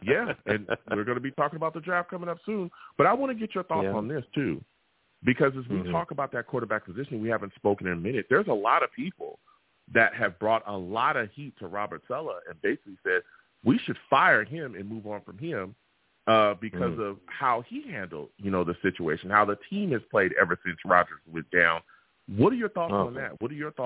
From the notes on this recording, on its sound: I take live callers!